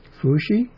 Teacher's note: It's pronounced Fu Shi, rising, and then even tone.